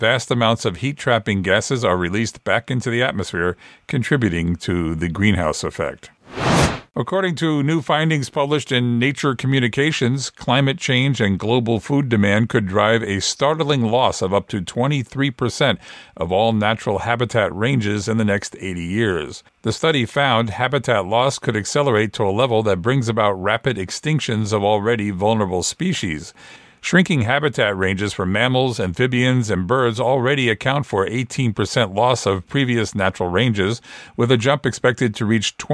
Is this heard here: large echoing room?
no